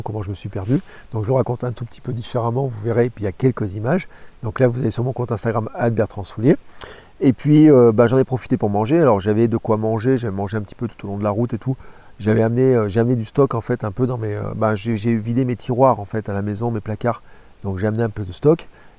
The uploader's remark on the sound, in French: Un épisode enregistré juste avant de dormir à la belle étoile à Chagny à côté de Nevers au bord du canal latéral de la Loire